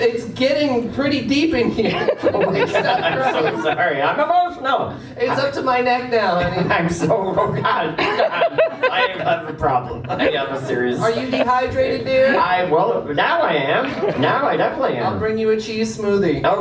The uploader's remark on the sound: We’re live from Toronto Comic Con!